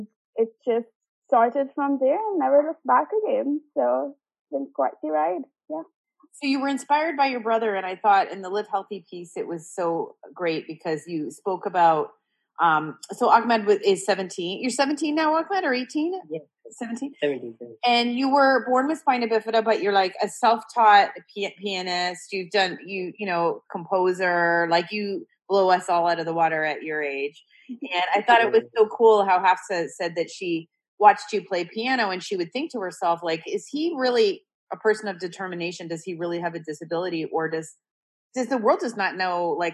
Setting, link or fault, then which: link, video call